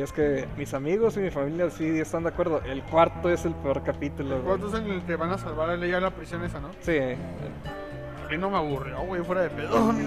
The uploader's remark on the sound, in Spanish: Grabado en un Carl’s Jr, afortunadamente aun nos lo permiten.